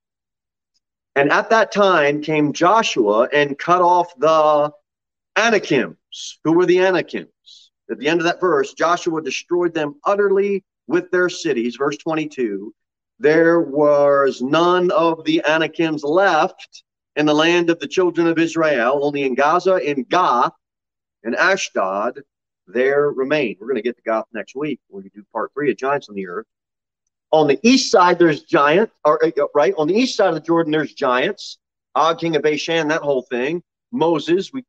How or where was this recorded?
large echoing room